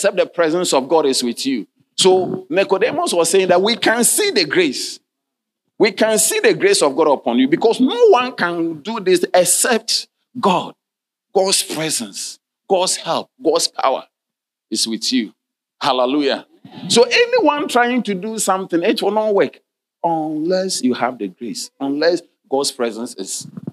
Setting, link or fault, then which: setting, large echoing room